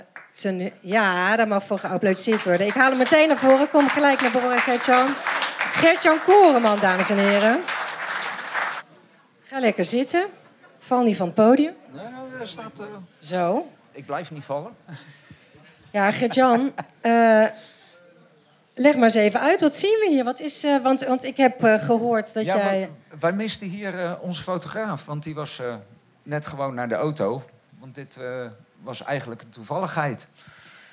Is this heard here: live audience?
yes